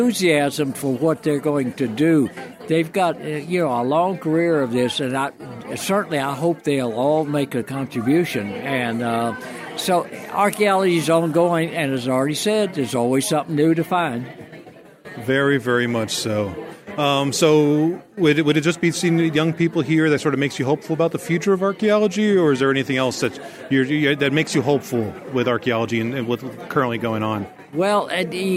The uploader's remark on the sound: Interviews from the 2019 Mid-Atlantic Archaeology Conference. Went to the 2019 MAAC and he brought his microphone! Listen to some great interviews from a diverse crowd.